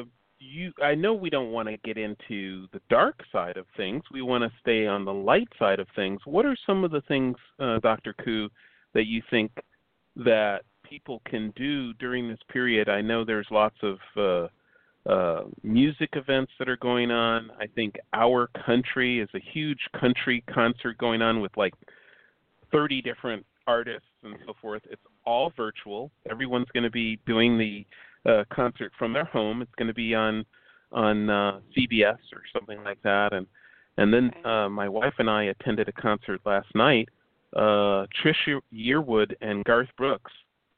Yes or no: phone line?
yes